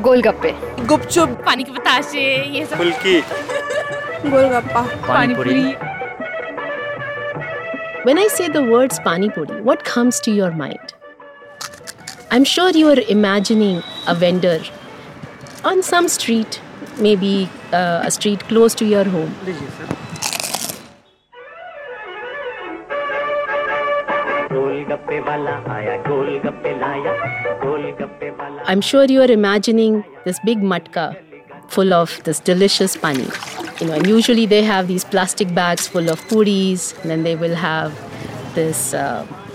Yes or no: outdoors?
yes